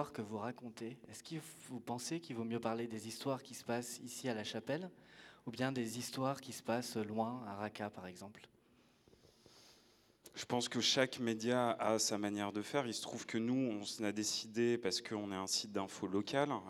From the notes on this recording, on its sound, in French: nous nous questionnons en public à la Générale